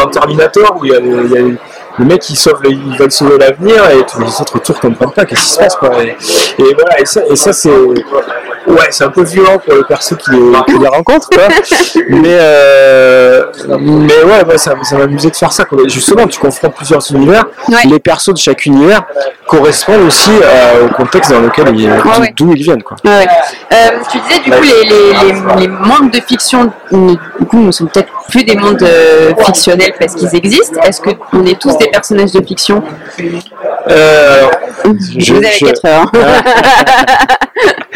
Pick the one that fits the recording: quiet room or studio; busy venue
busy venue